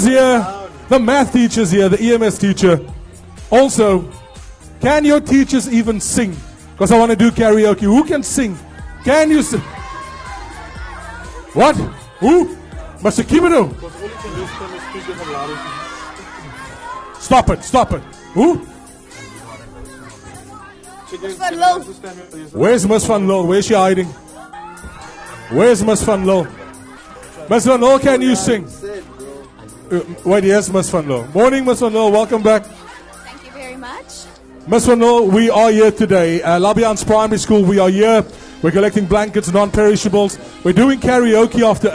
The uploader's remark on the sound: Broadcast live from Labiance Primary School to Keep Cape Town Warm.